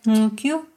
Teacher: With the dental click type, you have the word ngkyu, meaning nose.